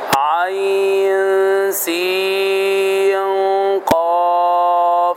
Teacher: العين تمد بمقدار 2 حركات أو 4 حركات أو 6 حركات